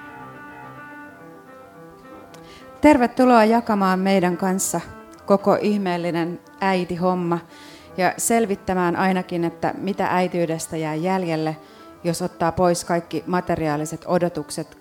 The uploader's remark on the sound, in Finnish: Tämä jakso on äänitetty livenä F/Symposium -tapahtumassa.